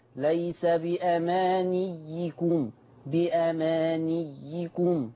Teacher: يعني ليس بأمانيكم اتمام حركة كسر الياء